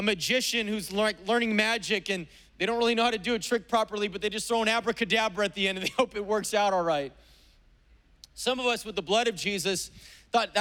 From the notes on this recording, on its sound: was preached on September 11th at the 11:30AM service.